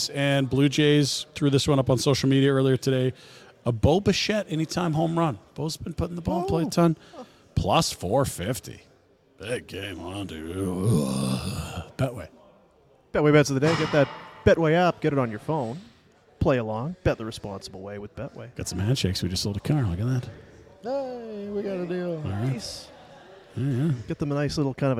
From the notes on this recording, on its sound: Live from Tower Chrysler